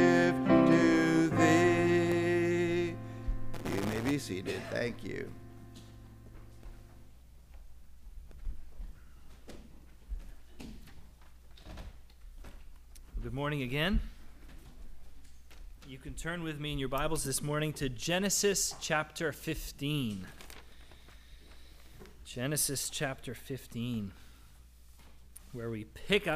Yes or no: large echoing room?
yes